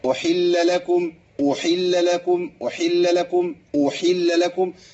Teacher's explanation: فما تضغطش على حركة الضم بتاعت الهمزة